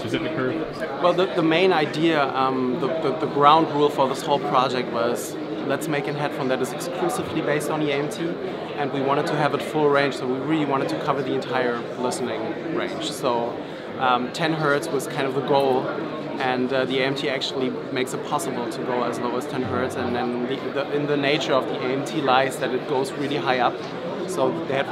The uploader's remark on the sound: from the CanJam NYC show floor